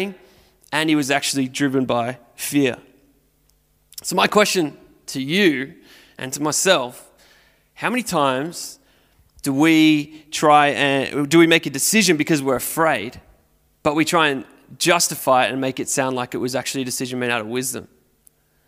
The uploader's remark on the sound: Recorded at Restore Church on September 12th, 2021